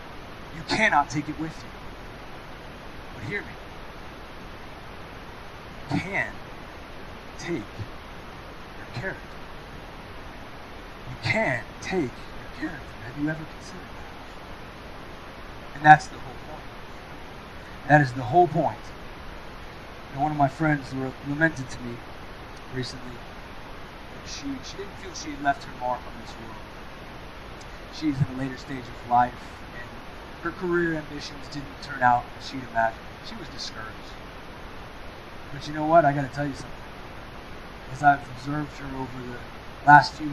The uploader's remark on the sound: We are experiencing technical difficulties.